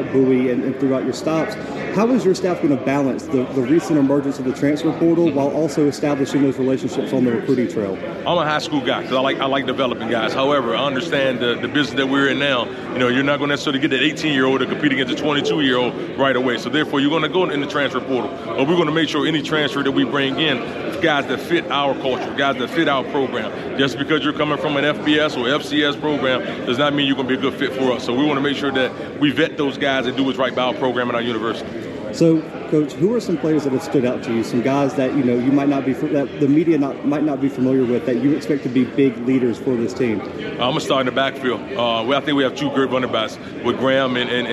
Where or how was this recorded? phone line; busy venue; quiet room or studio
busy venue